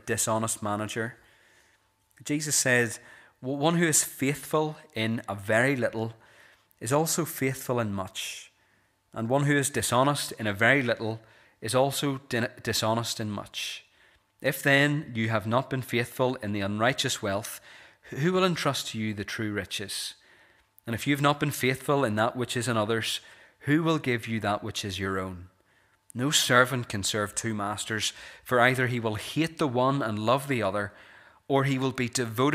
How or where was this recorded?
large echoing room